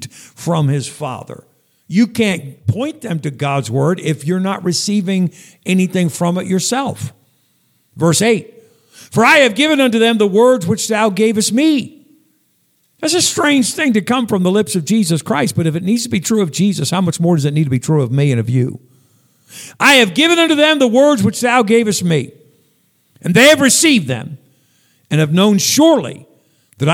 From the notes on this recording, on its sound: Sunday night message at Northeast Baptist Church, Danbury, CT